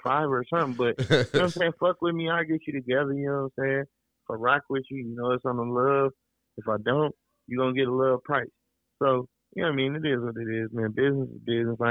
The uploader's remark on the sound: I knocked out my first phone interview.